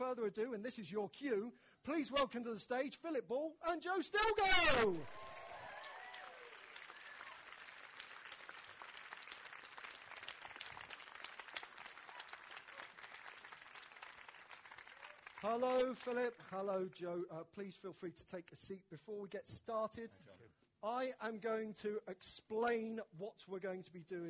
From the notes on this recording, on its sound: no small amount of audience participation